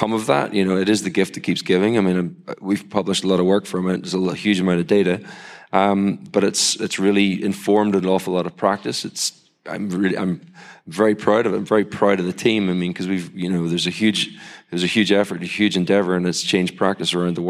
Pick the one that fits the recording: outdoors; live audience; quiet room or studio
live audience